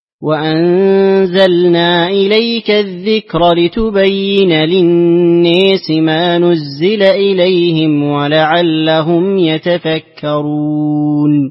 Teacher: أما في قوله لتبين للناس فإن فيها إدغام السوسي، إدغام النون في اللام، إدغام كبير. وفي قوله للناس أيضا الإمالة، إمالة في الدوري، دوري أبي عمرو.